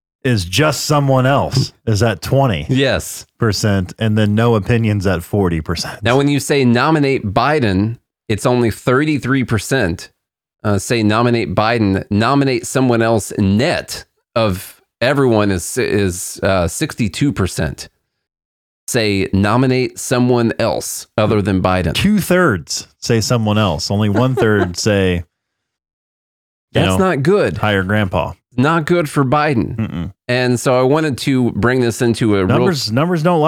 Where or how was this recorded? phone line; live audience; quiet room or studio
quiet room or studio